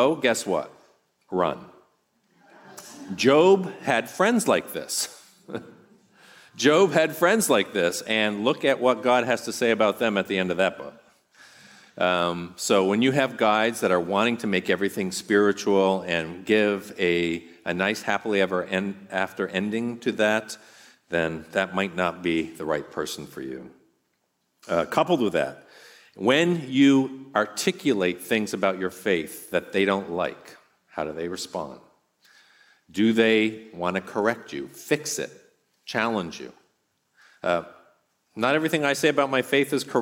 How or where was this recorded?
live audience